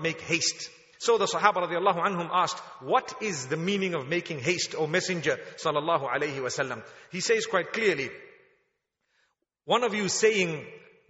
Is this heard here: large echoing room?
yes